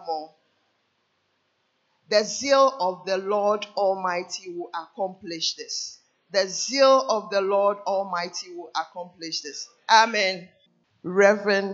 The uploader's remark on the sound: Sermon preached at CBC Adabraka Campus